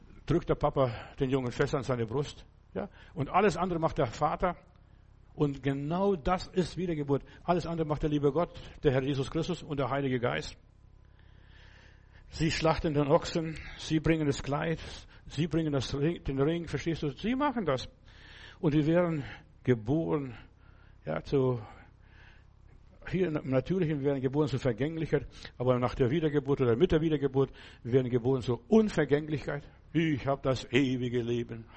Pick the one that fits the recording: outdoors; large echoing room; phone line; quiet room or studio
large echoing room